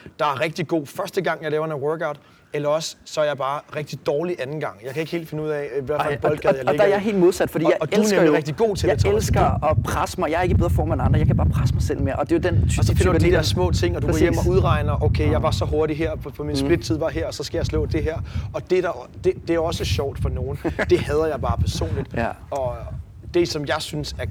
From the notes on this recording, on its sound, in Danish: episoden er undtagelsesvis optaget udendørs, så der er lidt vindstøj i mikrofonerne!